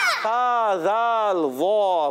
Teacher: था, जाल, वो, हुरुफ लिसविया कहते हैं। जबान के सिरे और ऊपर के सामने वाले दांत जो होते हैं, सनाया उलिया, ऊपर वाले दांतों के किनारों से अदा होते हैं।